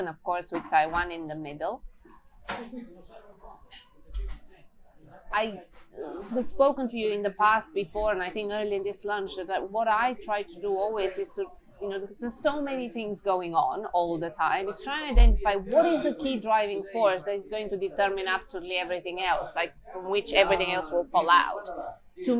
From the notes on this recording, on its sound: for a spot of Italian food at La Famiglia restaurant in Chelsea